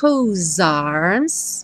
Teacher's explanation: Como o é do whose não é pronunciado, você imagina que o whose termina com som de S, já vai juntar no arms, então, com som de Z. E arms também termina em S, já junta no will.